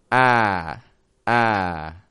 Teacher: That's that pure vowel, ah, just one motion.